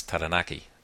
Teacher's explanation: the R is slightly trilled, slightly rolled